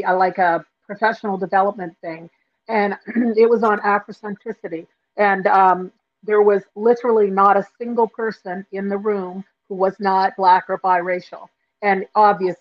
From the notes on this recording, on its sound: a little bit of a rough go with some technical difficulties